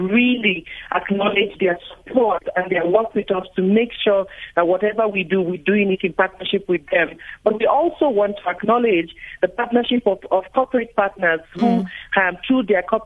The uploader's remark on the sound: GUEST(Phone)